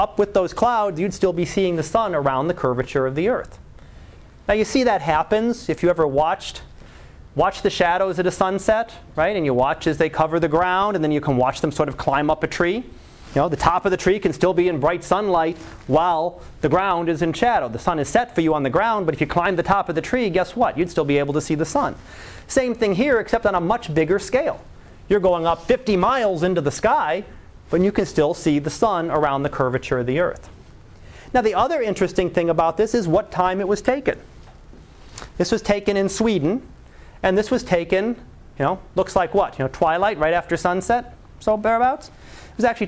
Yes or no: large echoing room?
yes